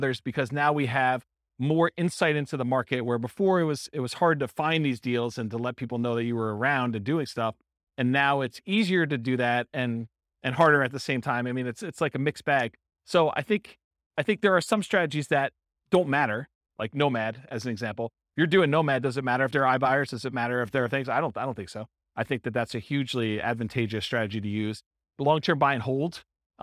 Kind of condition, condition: setting, live audience